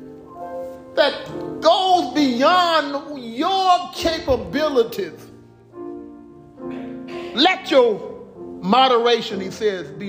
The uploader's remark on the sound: Recorded live at Willowridge Baptist Church in Stafford, TX.